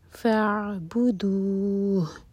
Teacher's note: عین ساکن پر تھوڑا ٹائم دیں تاکہ جھٹکا نہ ہو